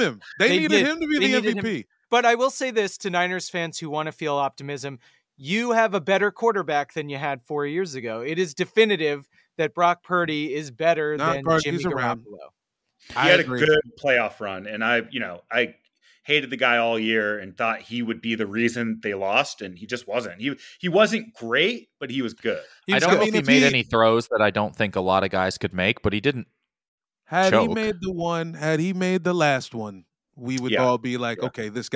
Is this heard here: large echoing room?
no